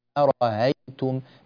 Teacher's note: فكلمة أرأيتم هنا أرأيتم، هذا وجه فيها، ويجوز أن نقول أرأيتم، ماذا فعلنا؟ سهلنا الهمزة من الحنجرة أرأيتم بهذه الطريقة